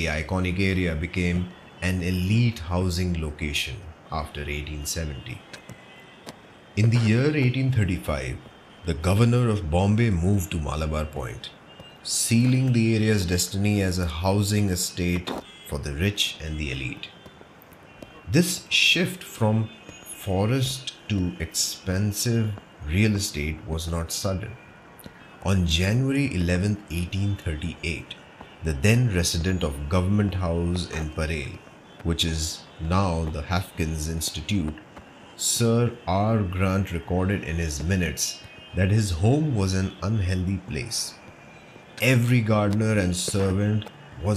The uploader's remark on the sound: While walking towards the homes of the elite. With the help of ambient sounds and noises from the actual places, wewill be visiting the areas, the buildings & the food joints which makeMumbai. You and I will visit some prominent buildings, landmarks and food joints with actual ambient sounds and noises.